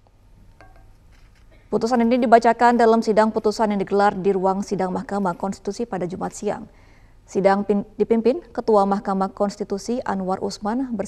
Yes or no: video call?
no